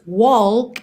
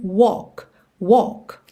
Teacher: Esse L não vai ter mesmo esse som de L, você não leva a língua lá no céu da boca · Shown in: second take · Então não diz walk e sim walk, walk.